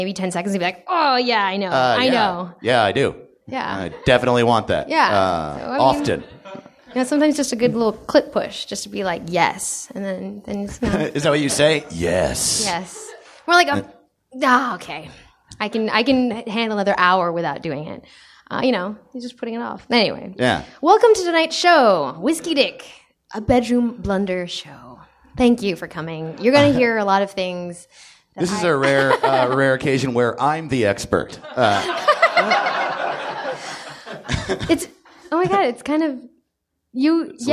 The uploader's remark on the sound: Recorded live at Nerdist Theatre.